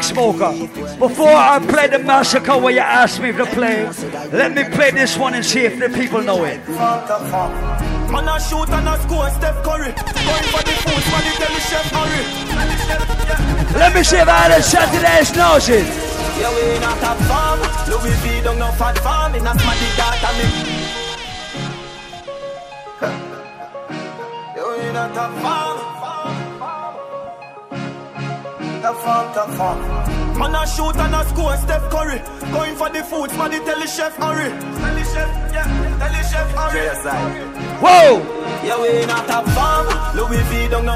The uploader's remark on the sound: Live audio from island saturdays on july 21.